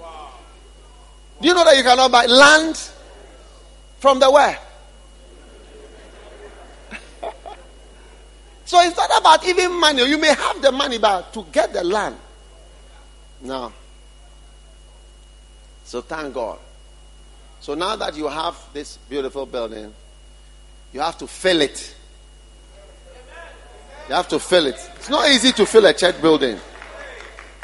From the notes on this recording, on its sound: Preached at the dedication of The Qadish, Spintex Highway-Accra.